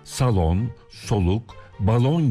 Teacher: Onların hepsi asla ince değil. Salon, soluk, balon gibi pek çok sözcükte kelime ortasındaki L harfleri kalın söyleniyor.